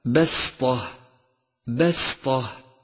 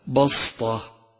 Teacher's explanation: سادسا، انتبه إلى تتالي الترقيق والتفخيم في كلمة بسطة بسطة، فالباء والسين مرققان والطاء مفخمة · Shown in: first take